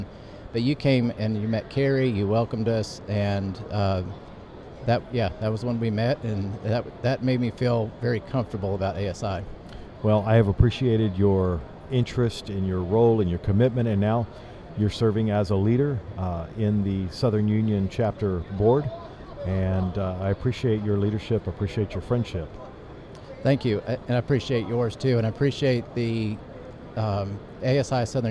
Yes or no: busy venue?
yes